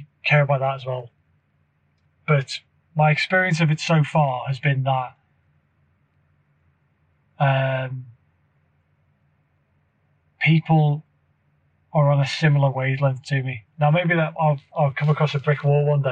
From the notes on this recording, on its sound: Bit of an off the cuff filler episode whist I was driving back home from the office.